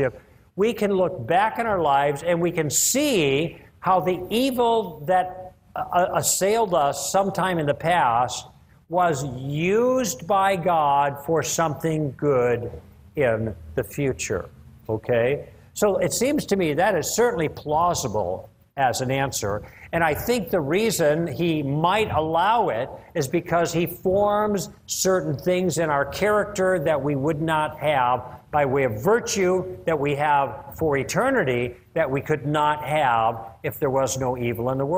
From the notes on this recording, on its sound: One of the most enjoyable moments of the Evidence and Answers conference is the question and answer period. Answer some very challenging questions from the audience.